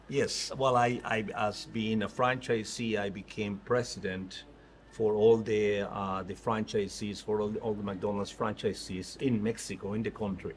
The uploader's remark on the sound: All this while we enjoyed dinner and tequilas at Picos Mexican Restaurant in Houston, Texas.